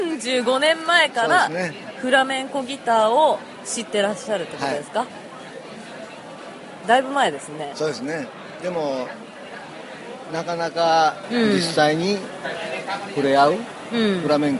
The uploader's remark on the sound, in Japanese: ヘレス・デ・ラ・フロンテーラより～。巡礼前に、フラメンコ・シェリー酒・馬術で有名なヘレスのバルで収録。